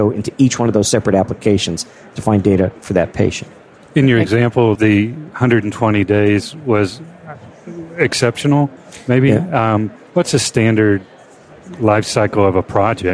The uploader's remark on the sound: the episodes were broadcast live in CTGHS’s booth at the The HIMSS15 Annual Conference and Exhibition